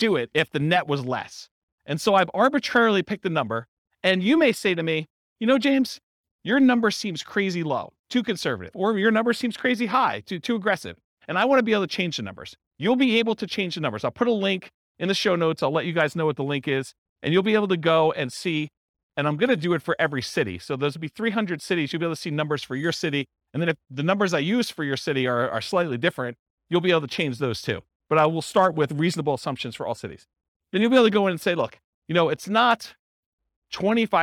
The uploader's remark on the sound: This was a live class recorded